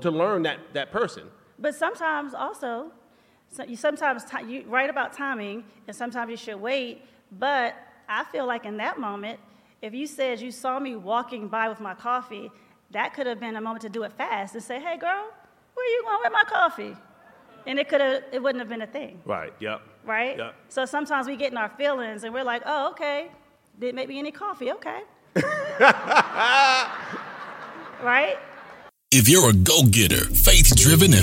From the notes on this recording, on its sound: Live from our tour stop in Vegas